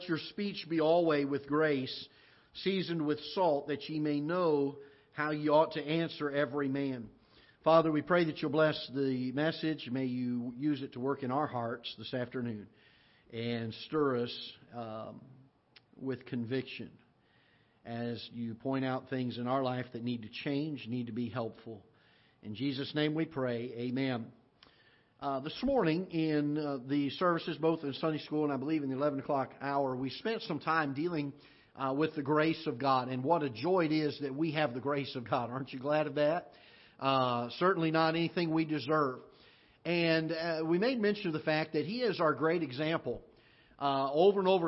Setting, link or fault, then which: setting, large echoing room